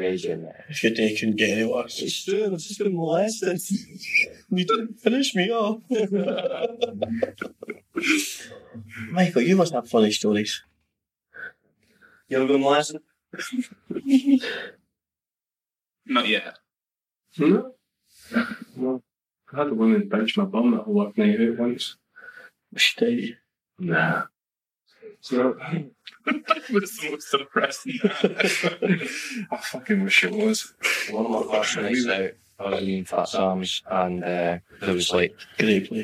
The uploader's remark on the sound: This episode has audio damage.